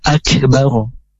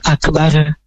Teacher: Nah, tebal, bukan akbar. Itu tipis suara ro-nya. · Shown in: second take